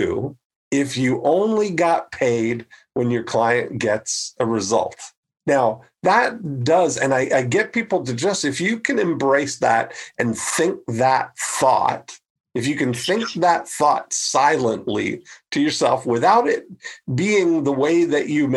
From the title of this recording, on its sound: The SECOND Ever ILM Zoom Meetup